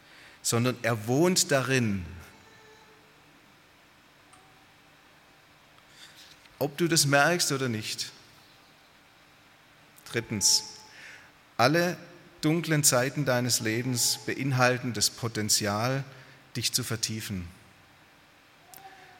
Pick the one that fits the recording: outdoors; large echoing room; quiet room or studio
large echoing room